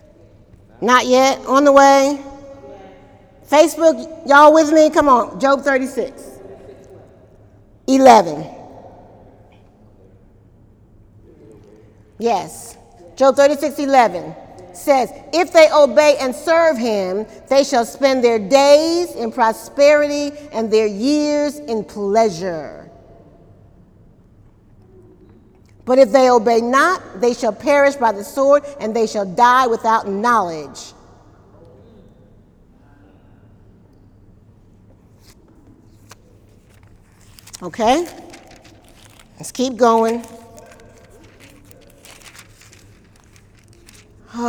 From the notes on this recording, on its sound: During Wednesday night service on August 15, 2018